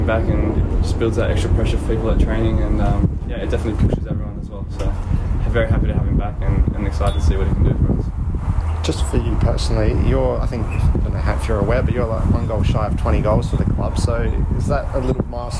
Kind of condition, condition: setting, busy venue